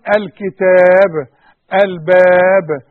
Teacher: كل باء نقف عليها في المصحف عموما نقلقل الباء